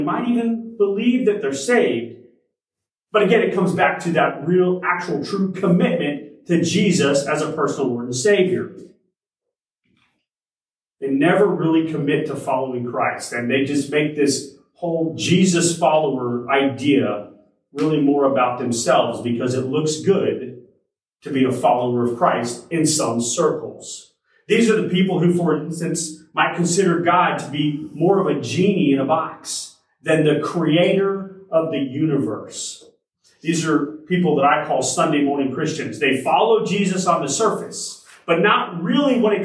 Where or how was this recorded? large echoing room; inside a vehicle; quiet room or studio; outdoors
large echoing room